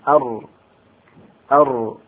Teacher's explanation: الراء قريب من مخرج النون، لكن الراء قريب من ظهر اللسان